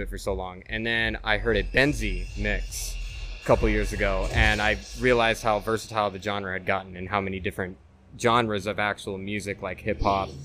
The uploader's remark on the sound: Recorded live at the iconic Jackpot Bar & Grill in Las Vegas